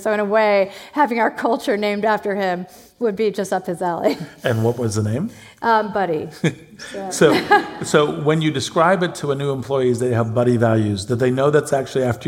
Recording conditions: live audience